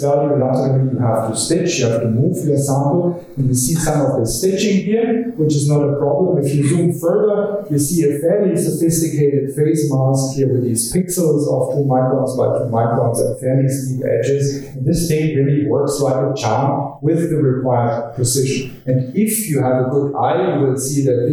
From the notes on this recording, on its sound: The podcast was recorded from an event held on Tuesday 9 April, 2019 at the University of Sydney.